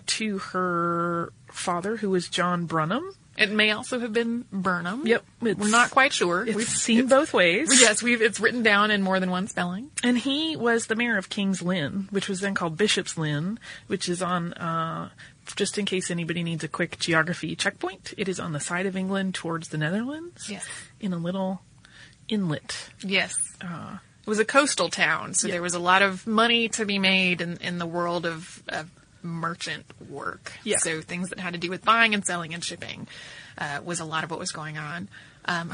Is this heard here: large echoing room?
no